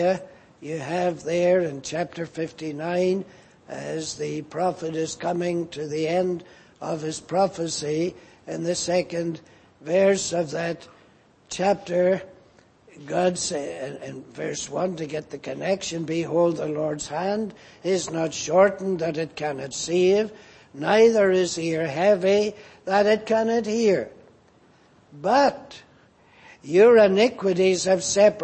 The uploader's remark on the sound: Preached in Grafton. At the Lord’s Day Evening service on 11th February, 2024.